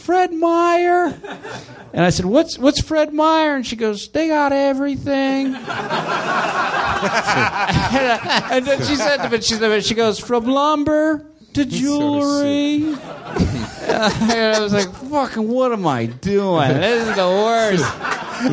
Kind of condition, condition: setting, live audience